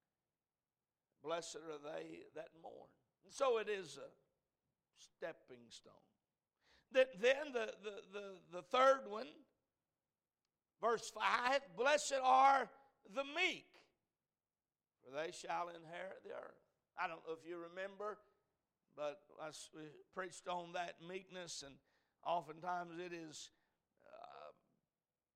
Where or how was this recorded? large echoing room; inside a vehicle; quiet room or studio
large echoing room